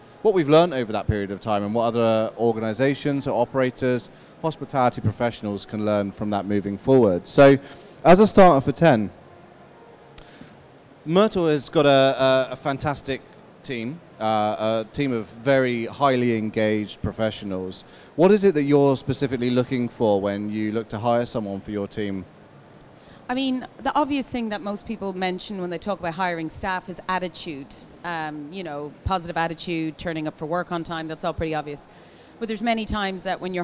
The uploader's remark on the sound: Live from Commercial Kitchen. Was recorded live.